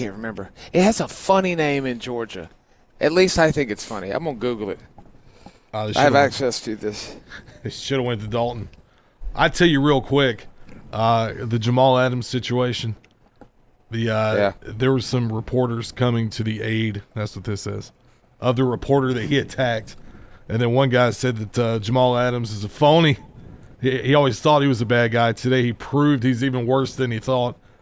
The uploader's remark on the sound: LIVE FROM LEO SANTA 2023